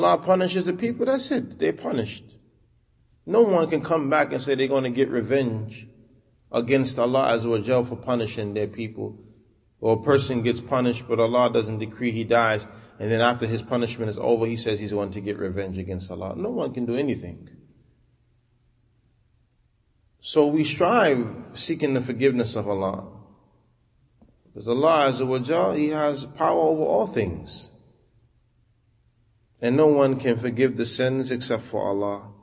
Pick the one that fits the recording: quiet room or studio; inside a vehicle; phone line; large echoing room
large echoing room